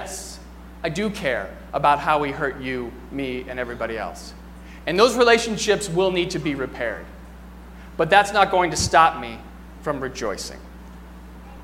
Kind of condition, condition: setting, large echoing room